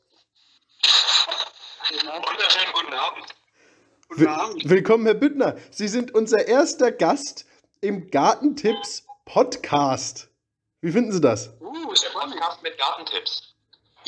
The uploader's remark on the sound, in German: Die Audio in dieser Folge ist leider relativ schlecht.